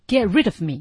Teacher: You've been trying to get ridof me， get rid ofme，最后成了一个降调了